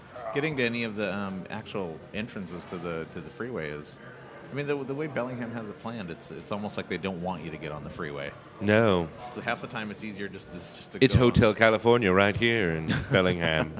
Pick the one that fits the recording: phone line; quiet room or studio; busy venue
busy venue